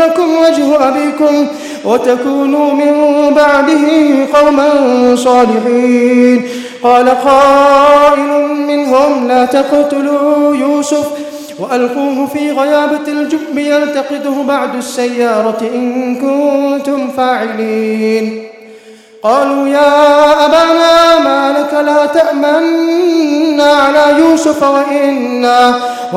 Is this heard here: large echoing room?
yes